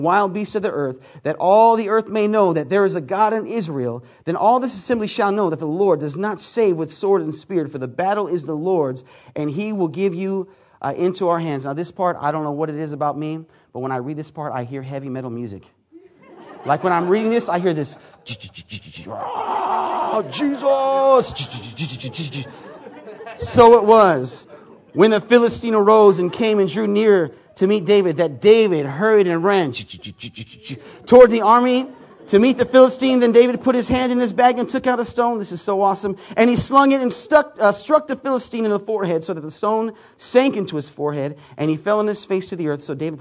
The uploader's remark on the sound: Preached at McMinnville Conference 2009